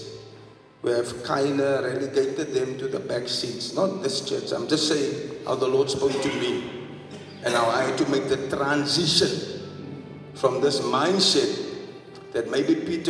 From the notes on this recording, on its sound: Preached at the Bethel Assembly of God Church in Sydenham, Durban-South Africa